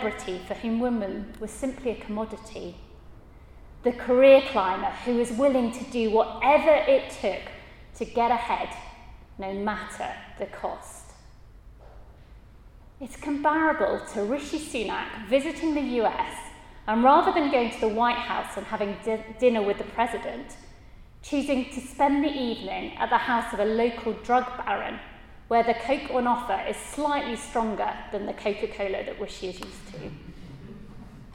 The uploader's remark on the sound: at a Christians in Parliament Chapel St Mary's Undercroft on 17th October 2023.